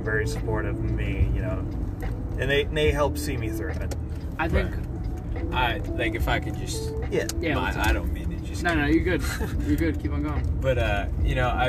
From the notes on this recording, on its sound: All while driving to some Lo-Fi tunes.